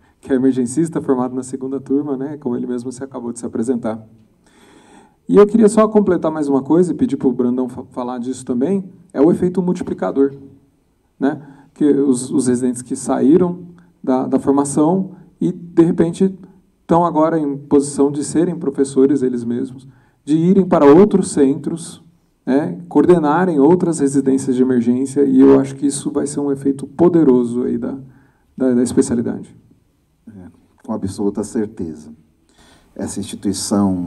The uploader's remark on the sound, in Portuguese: Este é um episódio especial – aconteceu ao vivo no primeiro congresso Emergência USP.